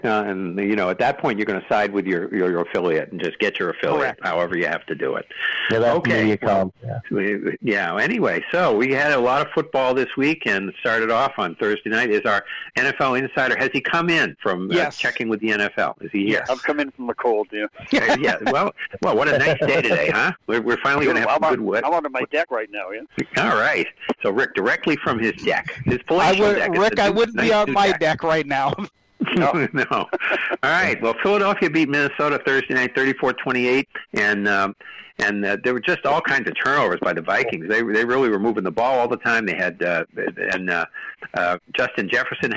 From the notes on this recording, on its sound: take your live calls